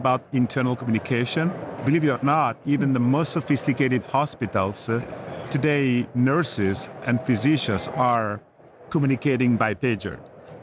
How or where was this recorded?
busy venue